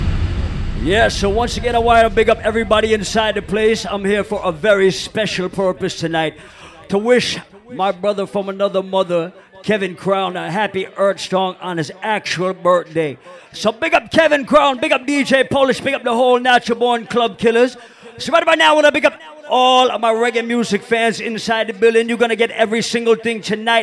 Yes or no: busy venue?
yes